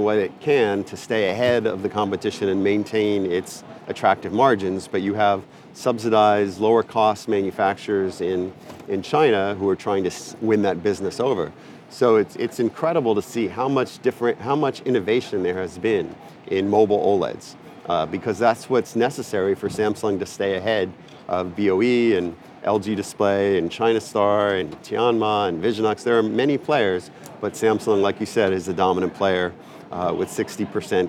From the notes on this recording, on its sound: The new technologies shown at SID Display Week 2022 right from the show floor.